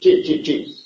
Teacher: la lengua se junta con los alveolos · Term: la chichante